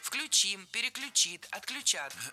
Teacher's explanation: в глаголах с корнем ключ. Ударение на этот самый корень никогда не падает. Включим, переключит, отключат.